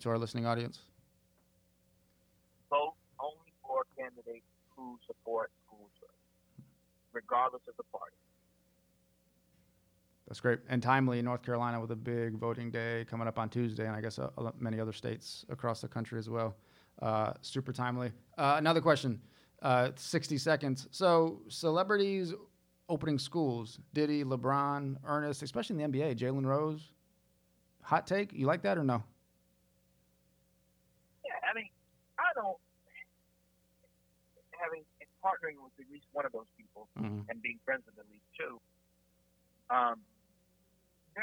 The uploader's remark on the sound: There are times when the audio is challenging to hear as we recorded this interview via phone